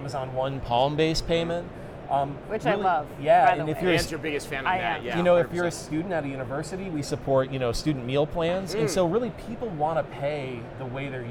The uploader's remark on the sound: Live From NRF 2024